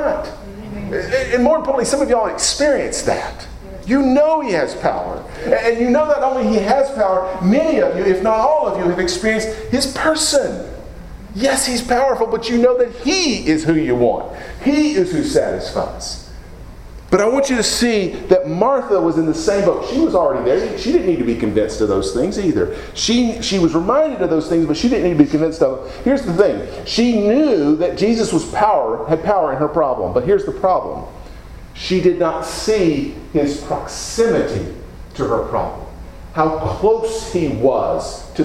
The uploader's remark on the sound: Preached at Deep Creek Baptist Church in Burlington, NC, on Sunday morning, April 30, 2017.